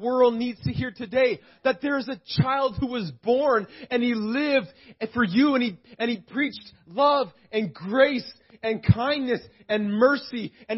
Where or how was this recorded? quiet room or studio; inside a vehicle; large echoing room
large echoing room